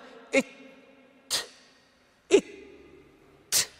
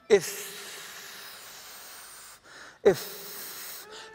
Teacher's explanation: تجد الهواء يتدفق أثناء خروج الصوت · Shown in: second take · Term: المهموس